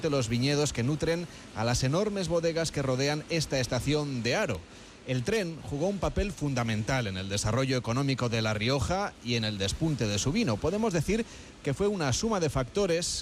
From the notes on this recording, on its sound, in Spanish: Haro, en La Rioja, el lugar al que se ha trasladado el equipo de Gente viajera. En directo, desde el Museo de Arte Contemporáneo “El Torreón”.